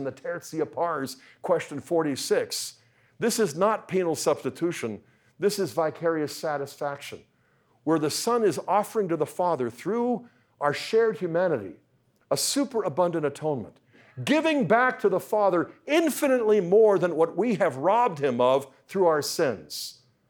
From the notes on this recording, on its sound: talk was part of the Speaking the Truth in Love Conference, sponsored by the Catechetical Institute at Franciscan University of Steubenville